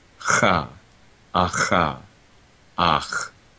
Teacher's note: there is, in a sense, less contact in the velar fricative because the back or middle back of the tongue is contacting really the back of the palate, the velum.